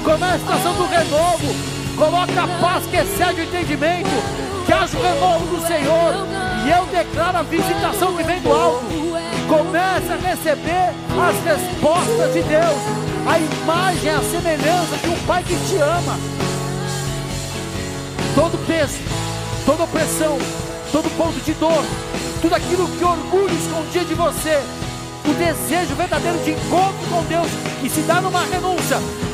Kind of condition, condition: setting, large echoing room